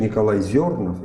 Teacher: именно с ударением на первый слог